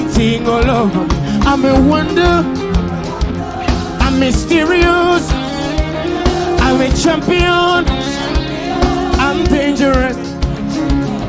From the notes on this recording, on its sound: DIPLOMATIC SERVICE LIVE | ECG CHURCH